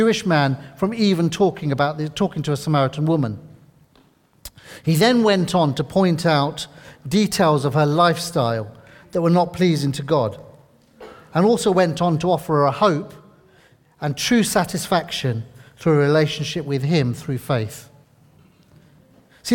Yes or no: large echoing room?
yes